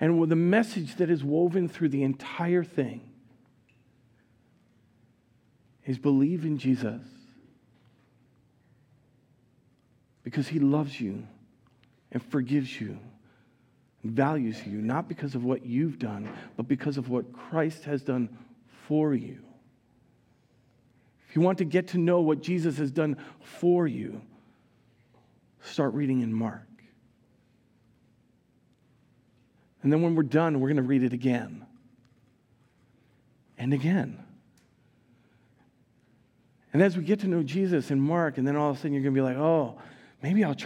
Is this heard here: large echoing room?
yes